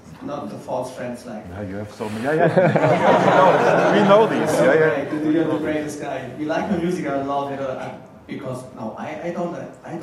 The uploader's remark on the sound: A Panel at Mixcon